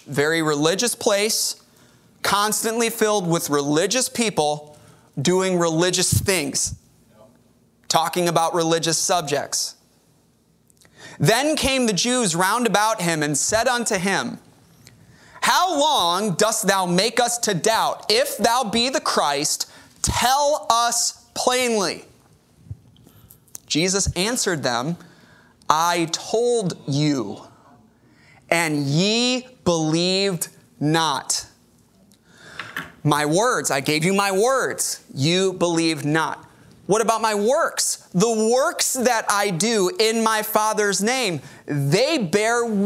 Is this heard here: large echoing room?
yes